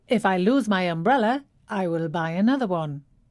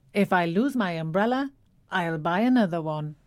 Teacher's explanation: I'll buy. So will is shortened to just a ul sound. · Shown in: second take